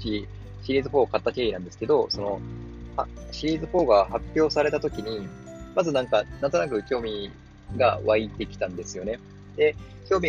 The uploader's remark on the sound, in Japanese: 今回、外でAir podsを使って録音した為、外部音楽入っています。その分普段より声を張って喋りました。